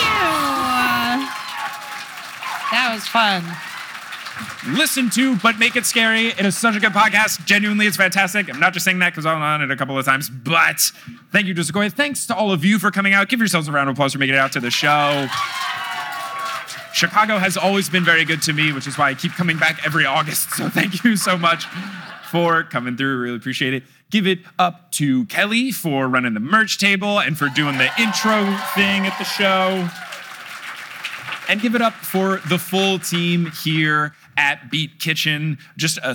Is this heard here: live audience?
yes